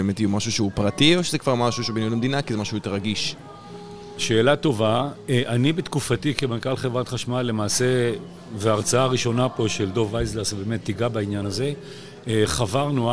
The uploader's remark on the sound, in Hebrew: בפרק שהקלטנו במסגרת הכנס "האם הגיע הזמן לאנרגיה גרעינית?" שהתקיים באוניברסיטת רייכמן.